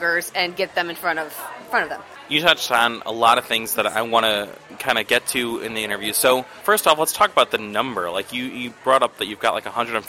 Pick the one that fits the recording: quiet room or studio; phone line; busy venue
busy venue